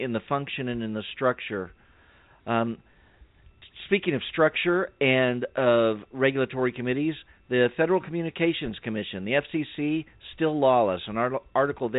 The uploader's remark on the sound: save some time for phone calls